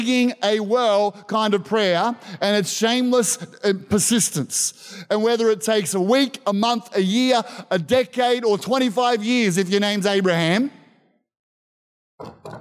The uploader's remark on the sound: This was recorded in our 9am service on the 22nd of Januray, 2023